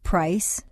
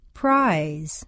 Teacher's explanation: Both voiced and unvoiced diphthongs have the underlying structure of the tone shift or the double stair step, but the shift is much larger for the voiced ones. · Shown in: second take